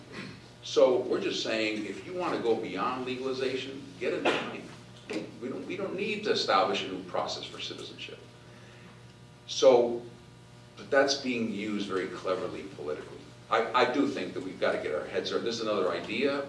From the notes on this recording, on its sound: WASHINGTON, D.C. In a Keynote Address to a legislative symposium hosted by The Ripon Society. Addresses The Ripon Society's 4th Annual Symposium On Leadership.